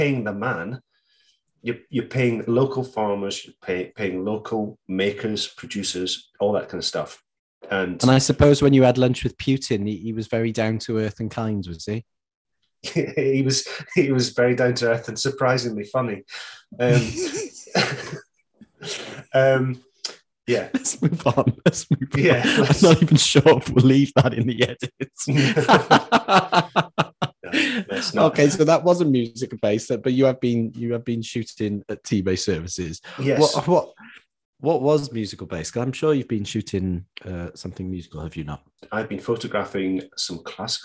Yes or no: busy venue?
no